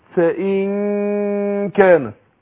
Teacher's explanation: هخفي النون عند الكاف مع كون إن أنا هرقق الغنة